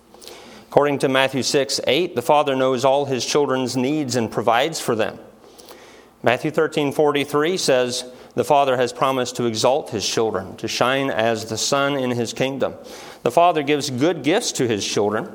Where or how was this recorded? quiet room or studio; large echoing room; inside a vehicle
large echoing room